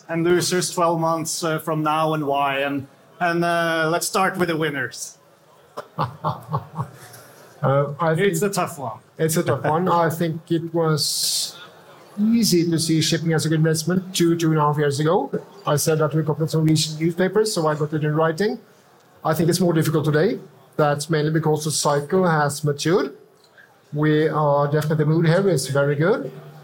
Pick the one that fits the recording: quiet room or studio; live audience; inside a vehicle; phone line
live audience